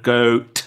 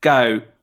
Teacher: we could chop the T off, but stop the sound with your throat in a glottal stop · Shown in: second take · So instead of goat with the tongue, go.